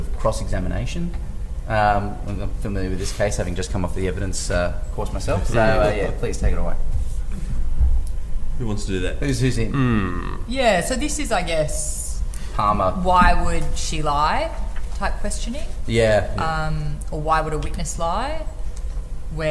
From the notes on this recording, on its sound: This episode was recorded live at the 2022 reasonable cause conference. The conference provides continuing professional development units for hundreds of criminal lawyers each year.